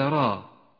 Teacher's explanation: وإياك أن تضيف همزة في آخر را فتقول راء، بل هي را بالإطلاق، تقرأ هكذا ألف لام را.